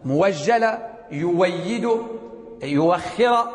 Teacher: والمفتوحة إثر ضم، مثل مؤجلة مثلا، يؤيد، يؤخر، قياس تخفيفها أن تبدل ماذا؟ أن تبدل واوا خالصة